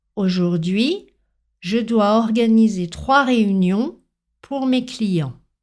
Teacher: l'oreille française va prêter attention à l'allongement des dernières syllabes qui sont en gras, à l'intonation montante sur ces syllabes en gras